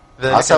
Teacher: بيبدي الحرف الصاد سين